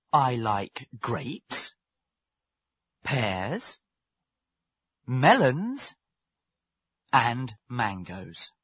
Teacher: your voice should go up at the end of each phrase and down at the end of the list. There should be a short pause after each comma and before the last and. · Term: intonation of lists